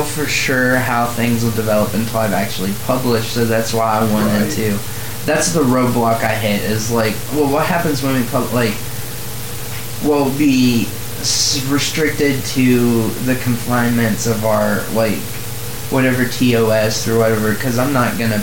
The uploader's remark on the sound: This cast was very low quality compared to the recently recorded follow up.